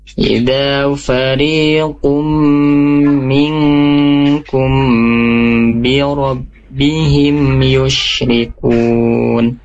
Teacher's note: harusnya ditahan dua harokat karena di sana ada mim sukun bertemu ba, itu hukumnya ikhfa syafawi. Nah, di sana ada hukum gunnahnya bunda ya, jadi harus ditahan dua harokat.